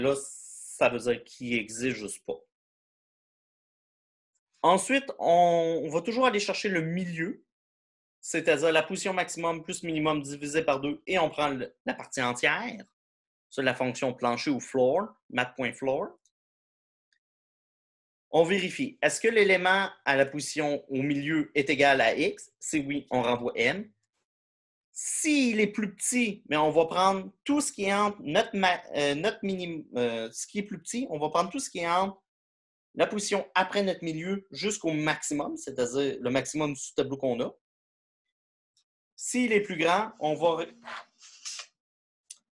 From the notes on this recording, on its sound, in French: cours en ligne sur Zoom.